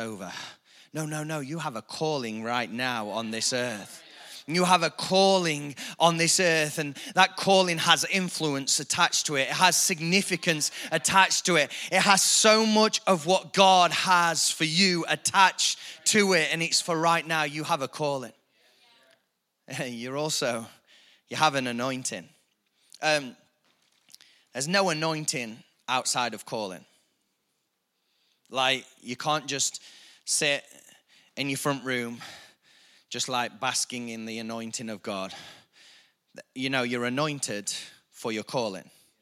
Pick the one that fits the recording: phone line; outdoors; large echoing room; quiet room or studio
large echoing room